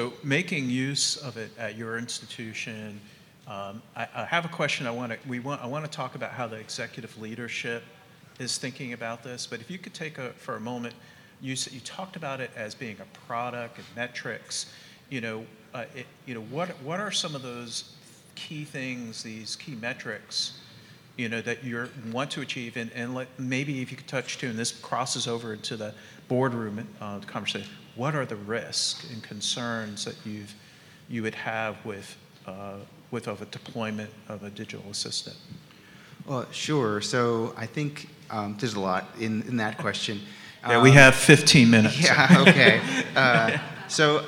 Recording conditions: live audience